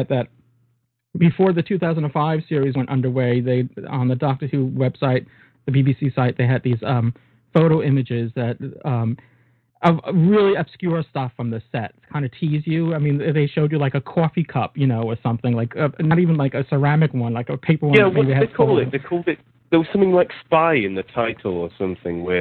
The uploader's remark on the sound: Joining us on live edition of our show. Live call ins.